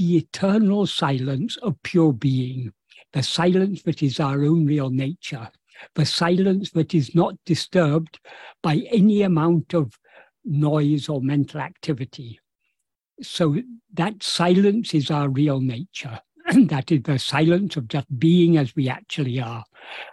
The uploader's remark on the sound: In a Zoom meeting with the Ramana Maharshi Foundation UK on 29th July 2023